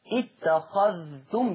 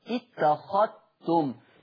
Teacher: قرأ ورش بإدغام الذال في التاء بشرط سكون الذال · Shown in: second take